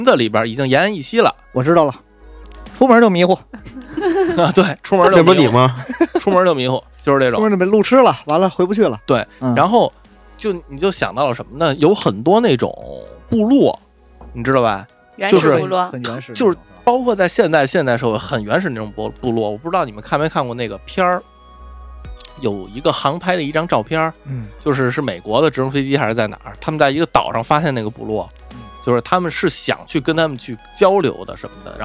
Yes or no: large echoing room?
no